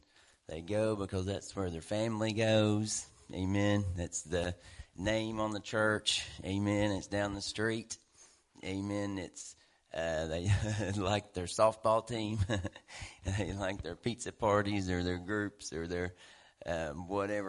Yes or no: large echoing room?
yes